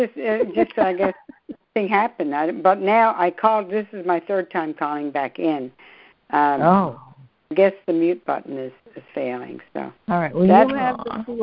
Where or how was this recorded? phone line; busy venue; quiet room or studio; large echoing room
phone line